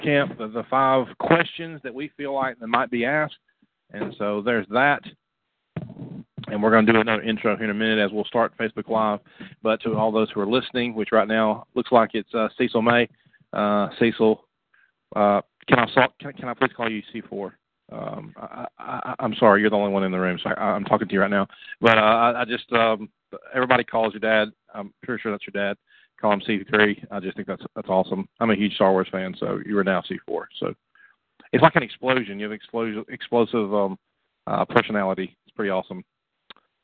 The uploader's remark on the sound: The Exposure Youth Camp call in show